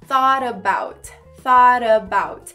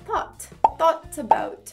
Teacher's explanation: esse T no final de thought vai se formar um R · Shown in: first take · thought about.